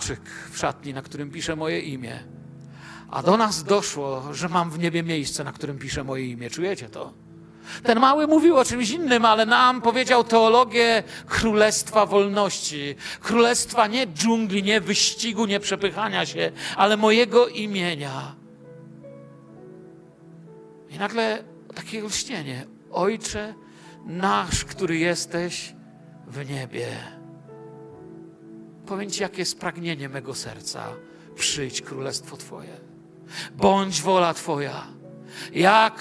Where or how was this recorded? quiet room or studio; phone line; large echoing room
large echoing room